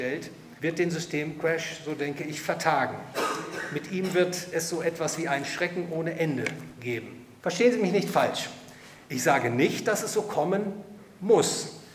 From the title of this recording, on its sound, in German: Vortrag beim Hayek-Verein Dresden